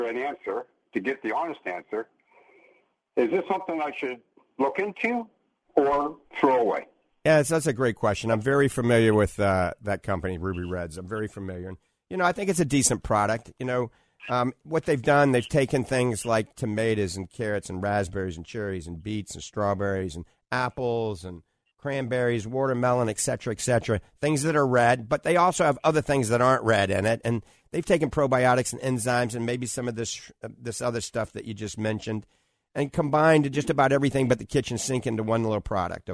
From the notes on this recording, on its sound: The doctors take many live calls that directs the topics of conversation.